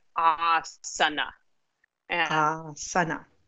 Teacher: it's a long ah at the beginning, and then there are two short us.